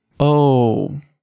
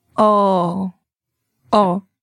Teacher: It's almost as if the English O was chopped in half, and you just say the first half. · Shown in: second take · There's no U sound in the end, just O. So in English, O. · Term: the Portuguese O, Portuguese O